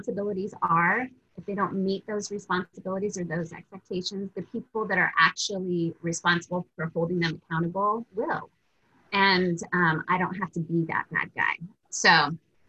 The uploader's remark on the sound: Recorded on August 12, 2020 as part of the August Webinar Series.